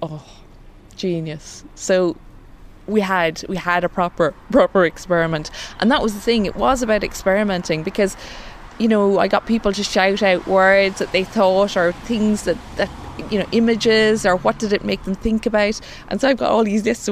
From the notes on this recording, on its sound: at the HearSay Festival that was held in Kilfinane, Co Limerick in November 2015